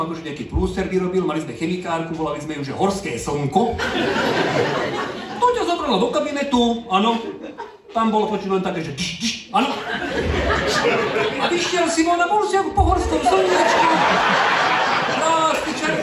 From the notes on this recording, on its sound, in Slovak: LIVE Špeciál. Špeciálna epizóda z LIVE vystúpenia.